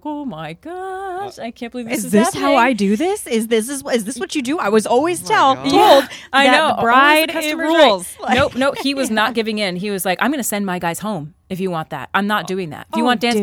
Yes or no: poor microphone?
no